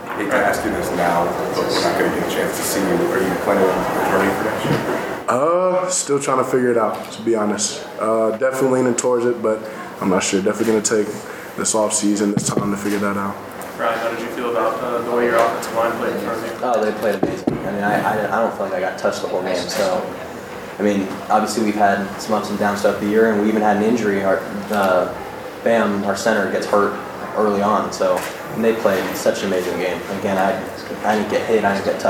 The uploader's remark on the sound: Post-game press conference.